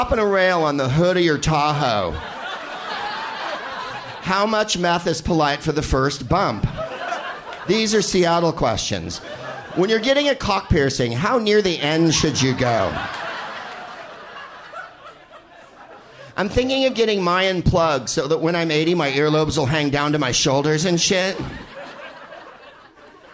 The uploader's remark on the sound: Live from The Crocodile in Seattle